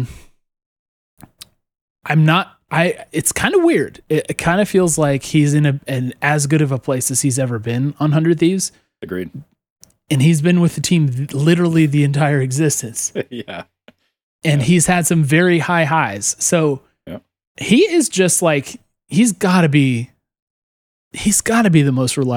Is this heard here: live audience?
no